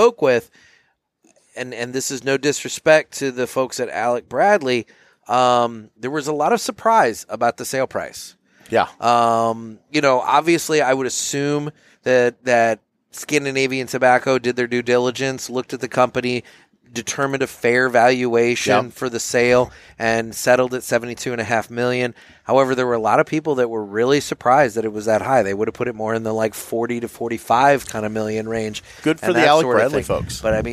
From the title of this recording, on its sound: Live from TPE 2023